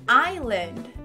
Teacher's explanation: esse S não é pronunciado. Se diz island.